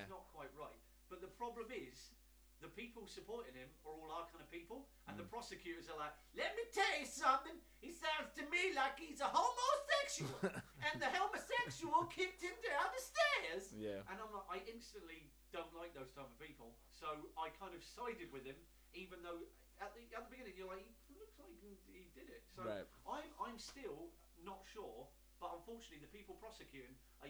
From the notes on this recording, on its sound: Apologies for the poor sound